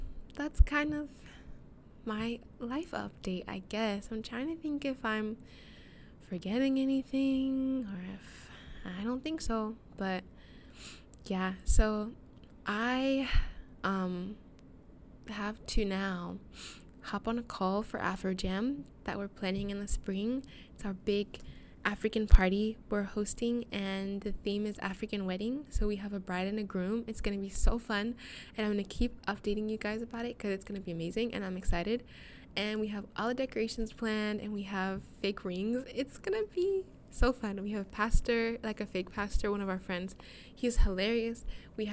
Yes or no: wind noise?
yes